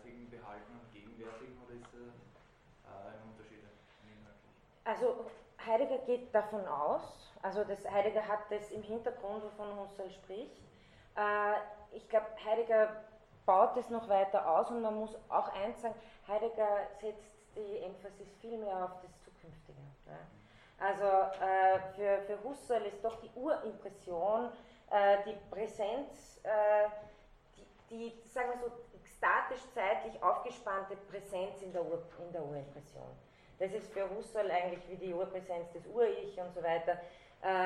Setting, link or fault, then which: setting, large echoing room